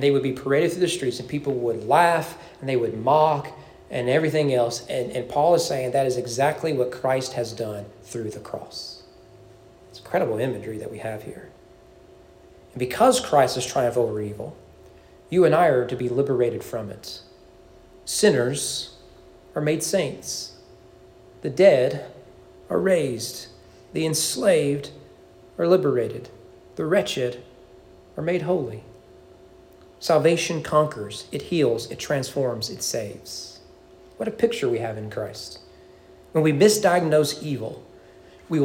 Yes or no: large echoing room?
yes